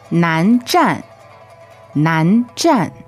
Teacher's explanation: That's second tone and fourth tone, right?